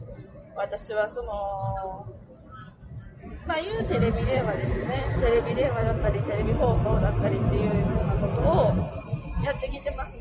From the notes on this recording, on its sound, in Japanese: 新幹線の車中で収録をしたので。かなり雑音が入って聞きづらいですが、。